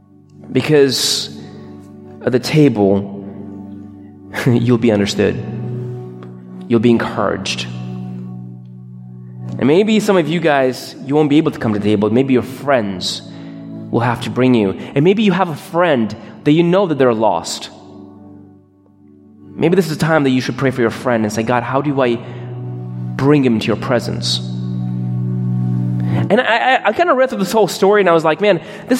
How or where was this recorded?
large echoing room